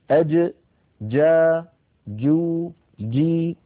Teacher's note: أد فلو قلنا أد نجد بأن المخرج ينقفل تماما، مخرج الجيم من هنا من وسط اللسان وليس من طرف اللسان، من وسطه هنا.